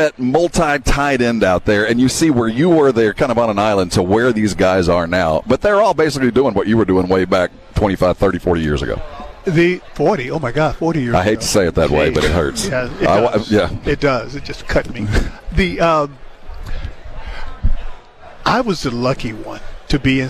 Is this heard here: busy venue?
yes